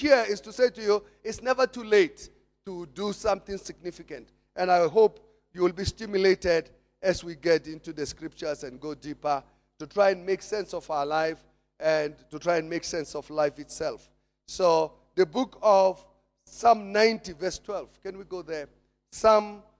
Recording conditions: large echoing room